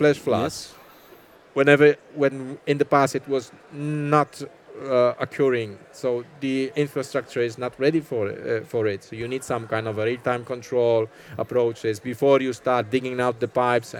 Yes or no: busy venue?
yes